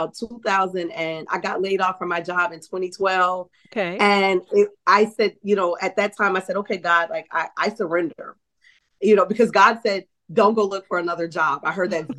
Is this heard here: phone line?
no